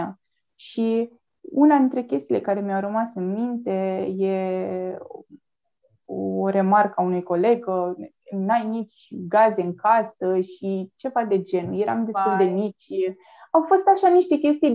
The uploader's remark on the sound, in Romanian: Înregistrările sunt realizate pe Zoom, ne cerem scuze pentru posibilele întreruperi.